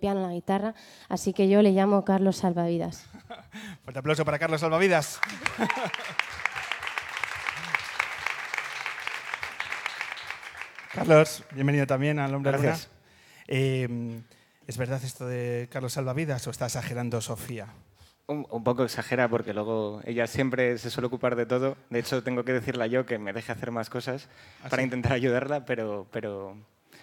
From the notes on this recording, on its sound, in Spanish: Nos regala tres canciones en directo durante la entrevista del penúltimo programa de El Hombre que se Enamoró de la Luna en el escenario de Casa Corona.